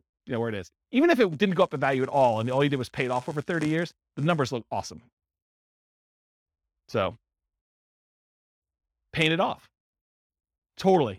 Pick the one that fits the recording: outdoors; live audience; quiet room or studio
live audience